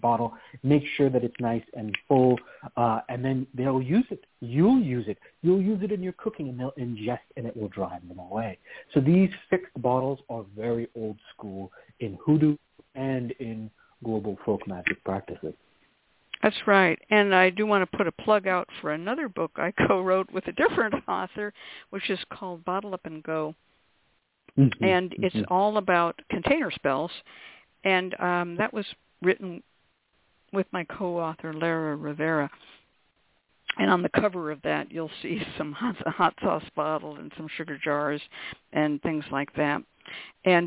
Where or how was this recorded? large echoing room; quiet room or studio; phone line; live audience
phone line